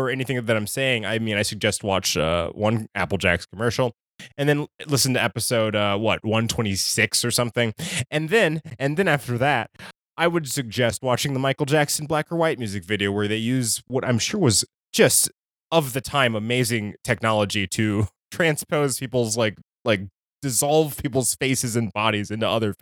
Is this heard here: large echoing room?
no